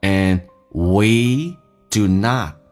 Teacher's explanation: And 的 D 去掉略音，因为后面是以辅音开头，前面的辅音就不用发音，叫 And we do notNot 的 T 去掉，打开口腔夸张一点。We do not need to.